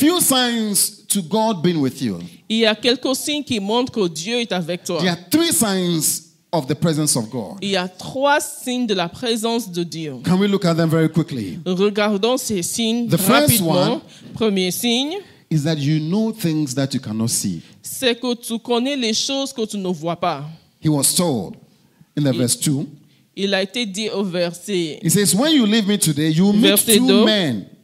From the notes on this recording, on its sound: Preached during Joyful Hour Sunday Service at FCI Ministries, Rabat, Morocco.